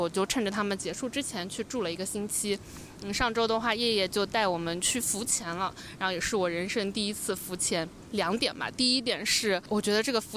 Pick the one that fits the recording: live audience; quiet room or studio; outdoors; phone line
outdoors